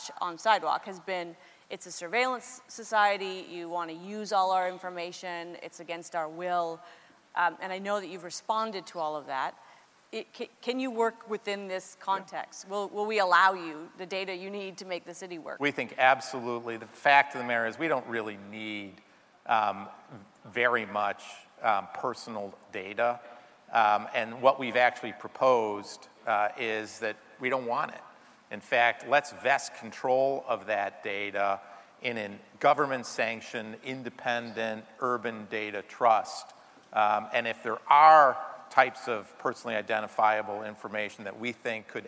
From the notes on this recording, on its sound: In #Toronto, at #The Elevate Technology Conference and captured his talk on stage.